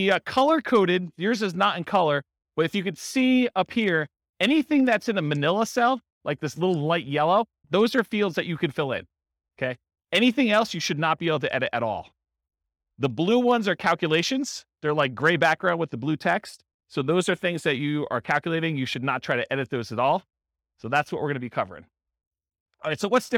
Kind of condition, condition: setting, live audience